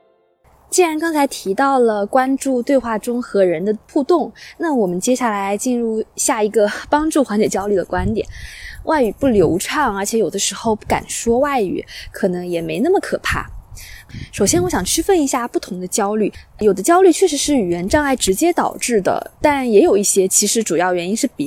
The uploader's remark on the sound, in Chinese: 我在湖边跑步，忽然来了兴致，于是在户外完成了播客录制。你将听到风声、鸟鸣、交通噪音、比较快的语速。